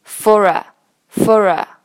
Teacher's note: Four 和 R 连读，连读成 Fora